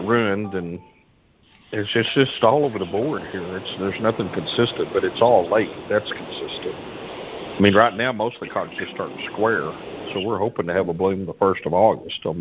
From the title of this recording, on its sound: July 2021 Monthly Conference Call